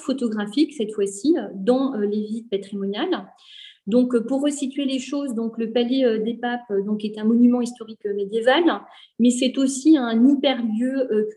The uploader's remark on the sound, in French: Enregistré sur zoom le 20 avril 2021